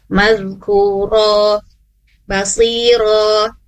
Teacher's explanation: dua harokat ya tanpa ada terjeda oleh seperti huruf hamzah